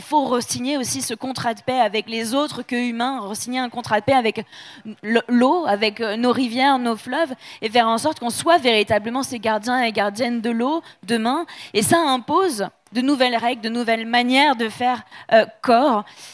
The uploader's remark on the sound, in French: Conférence enregistrée en public à la REcyclerie